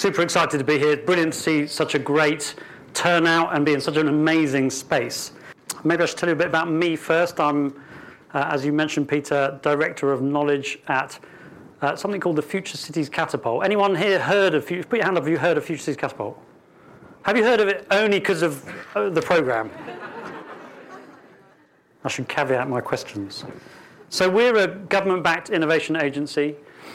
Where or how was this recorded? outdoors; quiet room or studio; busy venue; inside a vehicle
busy venue